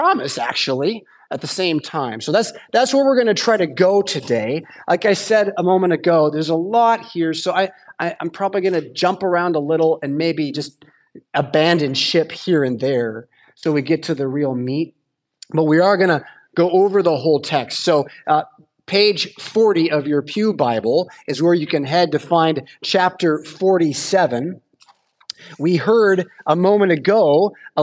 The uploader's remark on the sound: Preached at St Paul Lutheran Church , Rockford, Illinois on Sunday September 17th, 2023.